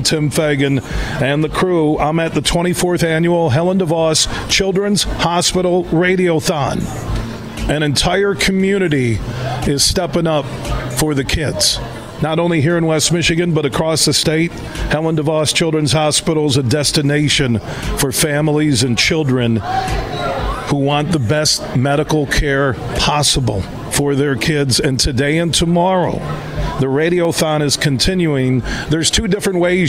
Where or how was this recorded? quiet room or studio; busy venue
busy venue